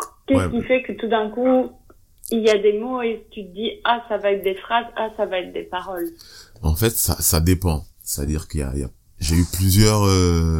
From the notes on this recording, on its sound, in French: La qualité sonore de cet appel téléphonique rappelle les skypes pendant des heures en 2013.